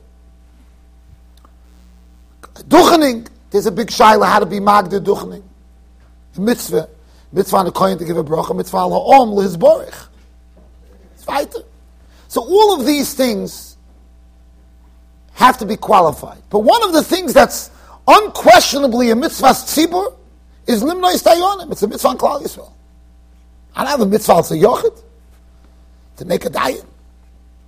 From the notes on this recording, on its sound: Shiur recorded in Yeshivas Ohr Reuven, Monsey NY.